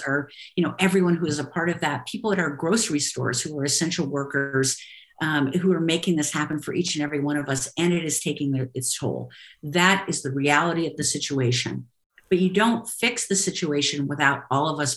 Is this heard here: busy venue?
no